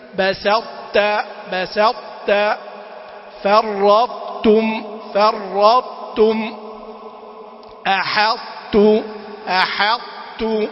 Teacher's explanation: الطاء تحافظ على إطباقها، كأنك تطلع عند الطاء بس ما تنطق الطاء وتنزل. لئن بسدت بسدت وبعدين تنزل التاء بدون سكتة.